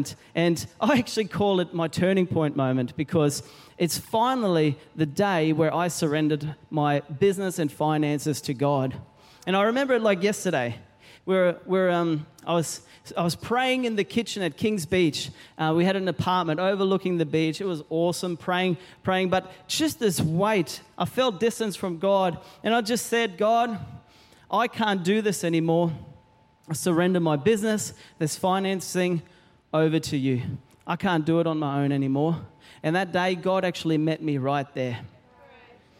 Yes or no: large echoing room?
yes